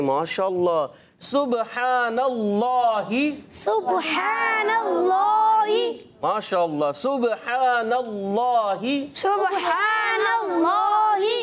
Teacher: اس میں جلالت اللہ پاک کا نام ہے، اس سے پہلے زبر بھی آ رہا ہے، تو اب کیا کریں گے اللہ پاک کے نام کو کیا کریں گے موٹا کریں گے